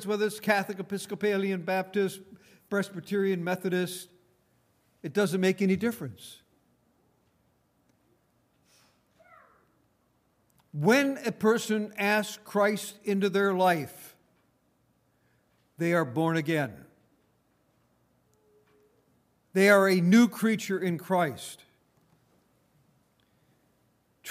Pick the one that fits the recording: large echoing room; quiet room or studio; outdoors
large echoing room